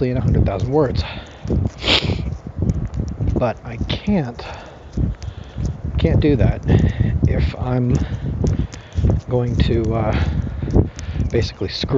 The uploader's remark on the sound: my first time recording the walk.